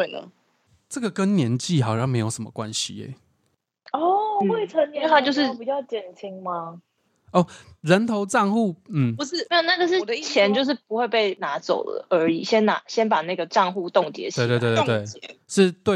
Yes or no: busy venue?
no